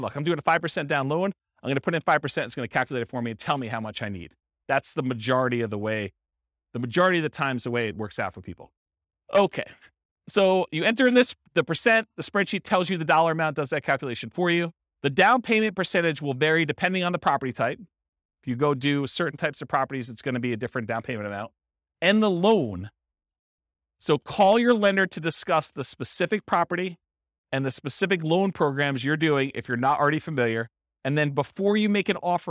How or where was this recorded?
live audience